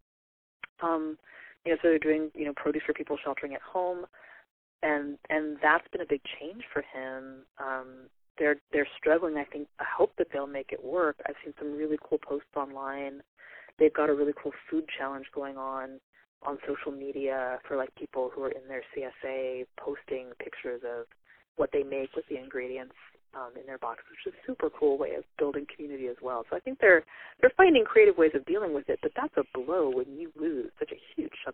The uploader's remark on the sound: over the phone